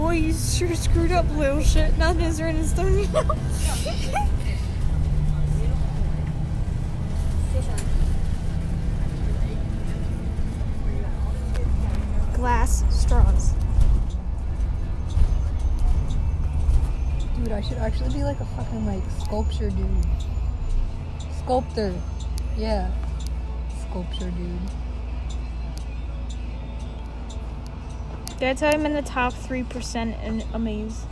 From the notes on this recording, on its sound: Recorded on a bus